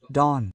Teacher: The T is not pronounced, don. The diphthong, don't, is rarely done when done quickly, therefore it is, don.